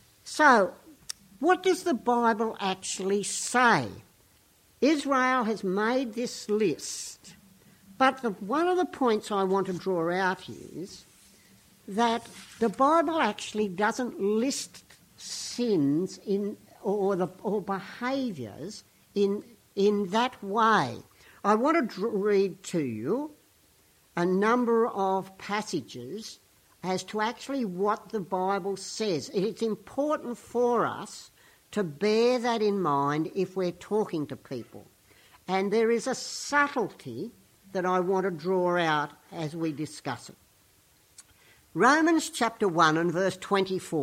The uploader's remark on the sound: Weekly Sermon from St Peters East Lindfield.